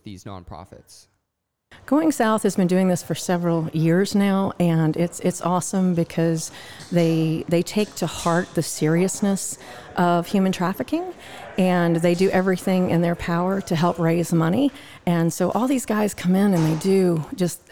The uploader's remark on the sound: This episode was recorded "live" backstage